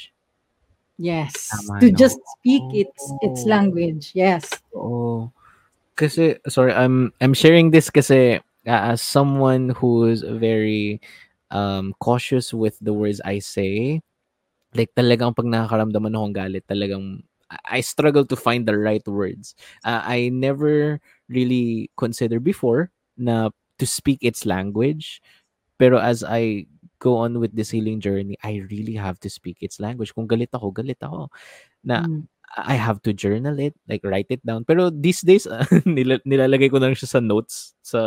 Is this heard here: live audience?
no